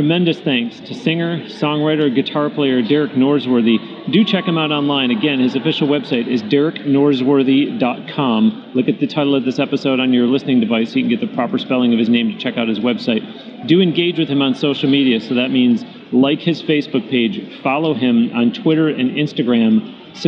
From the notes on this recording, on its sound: interviewed on-location in Nashville at the Summer NAMM Show